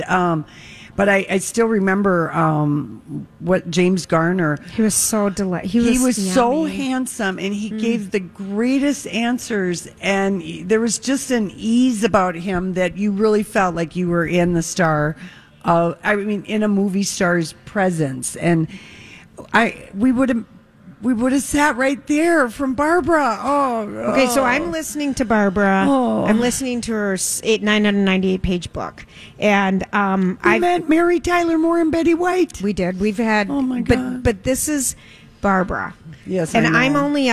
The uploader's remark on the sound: Live from Hammernicks flooring solutions for their final 2023 Santa Stop